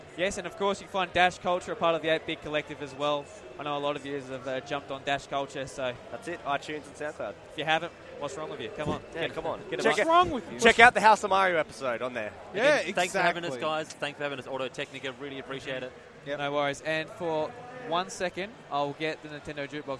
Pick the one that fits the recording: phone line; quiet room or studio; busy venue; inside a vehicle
busy venue